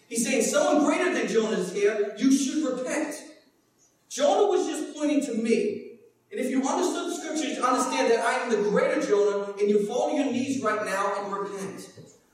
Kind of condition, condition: setting, large echoing room